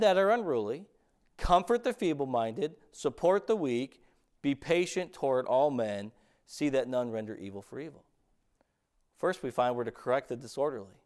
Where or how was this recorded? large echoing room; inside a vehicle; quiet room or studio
large echoing room